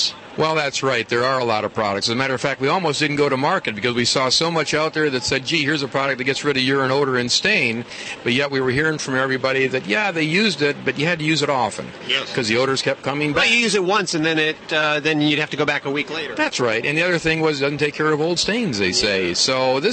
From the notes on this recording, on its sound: Live From SuperZoo in Las Vegas, it's Animal Radio's New Pet Product Special from the floor of the largest pet-trade show in America. Live From SuperZoo in Las Vegas, it's Animal Radio's New Pet Product Special from the floor of the largest pet-trade show in America.